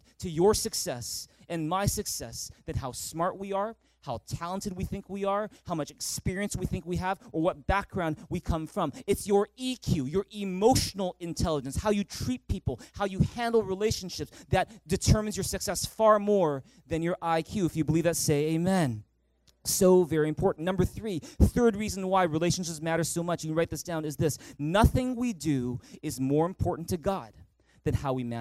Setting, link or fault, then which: setting, large echoing room